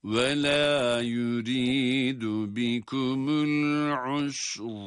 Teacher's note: Ayın ötresiyle sin harfine ve ince olarak okunuyor. El usr dedik ama sonrasında ra kalın okunacak